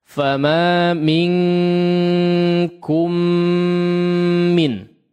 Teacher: Di sini ada idgham, ya, sehingga gunnahnya diperhatikan, gunnahnya ada dua yang dipanjangkan